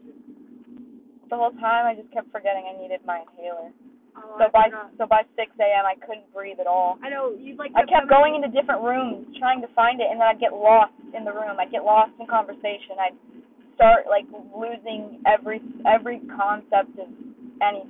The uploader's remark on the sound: Me and a group of friends driving back from my trip to the middle of nowhere in Auburn.